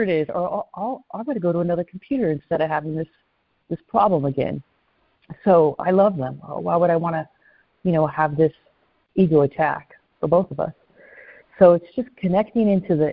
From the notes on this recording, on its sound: ACIM Daily Conference Call